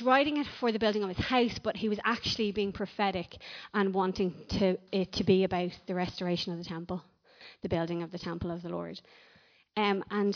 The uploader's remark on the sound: Recorded live at Liberty Church on 6th October 2019